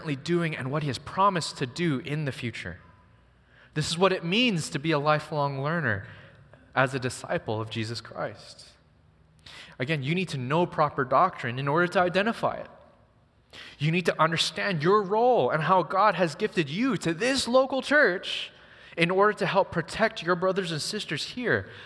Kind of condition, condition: setting, large echoing room